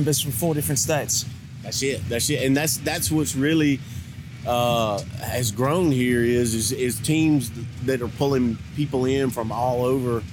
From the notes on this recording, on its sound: LIVE at Hogs For The Cause 2019. Join me as I wander around the always incredible Hogs for the Cause Charity BBQ Festival.